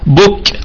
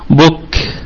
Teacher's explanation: وكمان ما نفرقعش، نقول ايه، ما لا نقول مثلا بك ونضغط على الكاف بهذا الشكل، لكن هو هواء بسيط جدا لإظهار صفة ايه الهمس، فنقول بك ايوه بك، يعني شيء قليل جدا يصاحب من الهواء يصاحب حرف الكاف · Shown in: second take